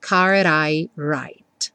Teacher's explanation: card, o D virou rarará